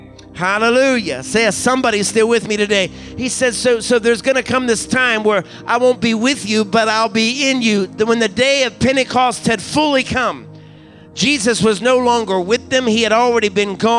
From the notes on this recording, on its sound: recorded from our Pentecost Sunday service at Fresh Fire Church in Uniontown, PA